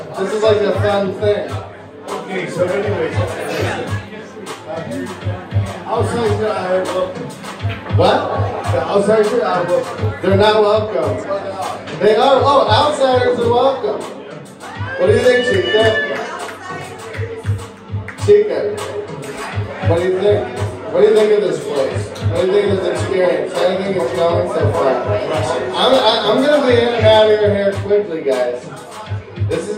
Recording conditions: busy venue